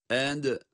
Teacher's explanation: Dal, ince bir harf ve kalkale ile okuyoruz. Kalkale sıfatı da var.